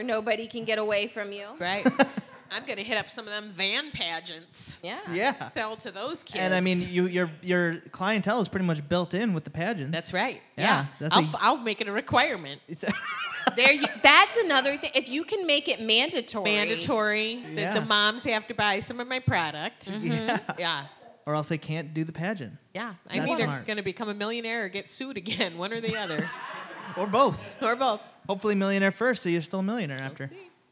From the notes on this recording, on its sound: LIVE at Detroit Women of Comedy Festival. In our very first live episode, we celebrate at the Detroit Women of Comedy Festival.